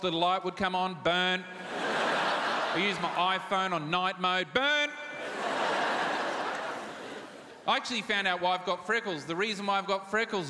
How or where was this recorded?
live audience